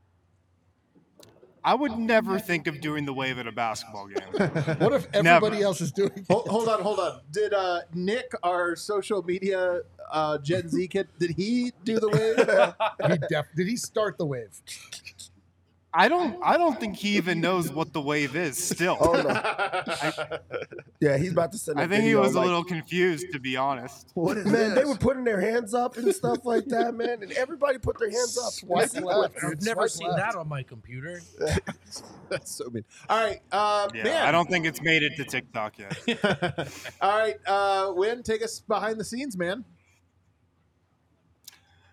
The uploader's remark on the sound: LIVE from the DNVR Bar